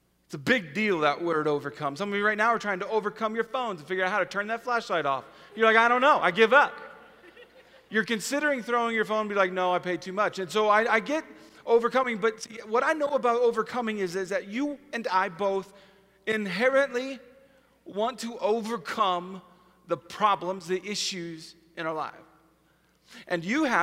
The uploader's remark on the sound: Easter at the Civic Center